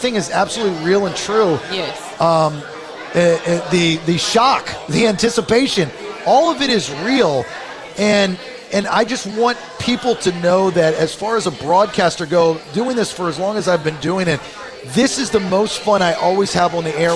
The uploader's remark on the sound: The Bailey show partnered with the amazing charity Lost But Not Forgotten and put on a live show at Four Score Coffee House. People from all over the city showed up.